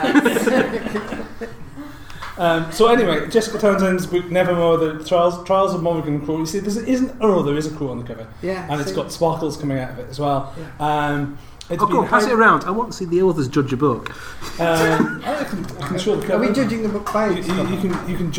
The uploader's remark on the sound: a live show presented at Sledge Lit 2017